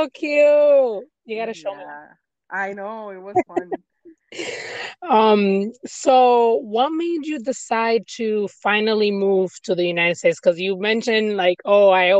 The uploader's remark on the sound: recording it from my car